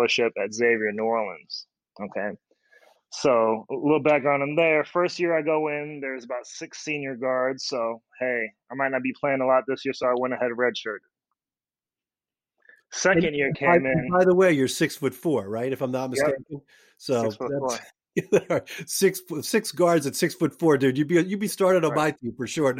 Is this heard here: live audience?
no